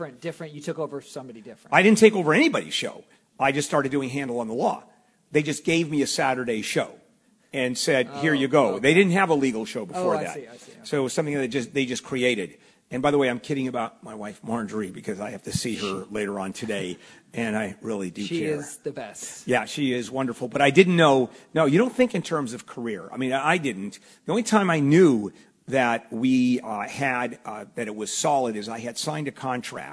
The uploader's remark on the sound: broadcasting live from KFI's 2016 Pastathon!